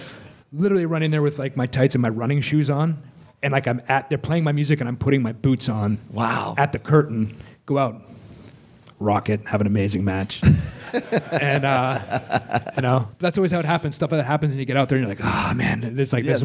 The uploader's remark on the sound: Live At Caroline's